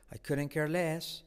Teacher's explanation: La T de couldn't no se pronuncia.